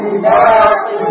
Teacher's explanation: يرقق الباء ويفخم الطاء